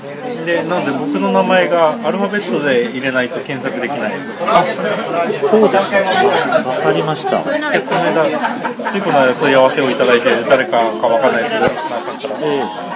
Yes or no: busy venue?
yes